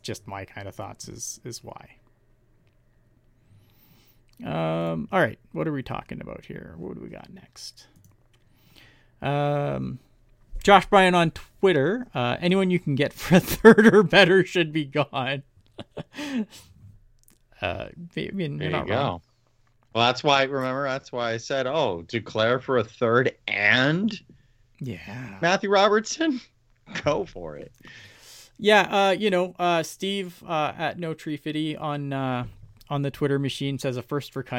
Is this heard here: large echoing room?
no